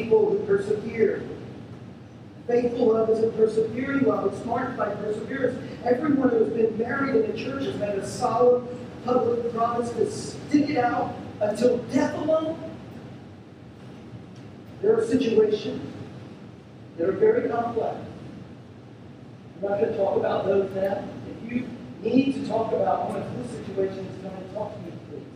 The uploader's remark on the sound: We're sorry for the poor sound quality of this recording.